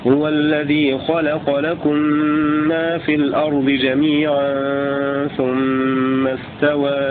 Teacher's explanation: هذه رواية قالون على قصر منفصل وسكون الميم